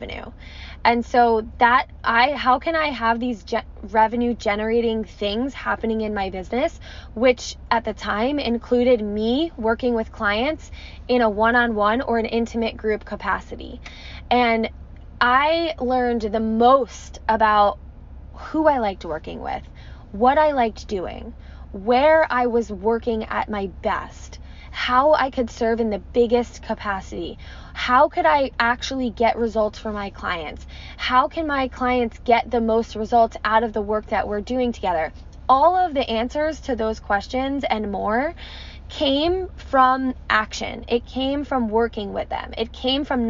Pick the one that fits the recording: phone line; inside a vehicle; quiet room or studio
inside a vehicle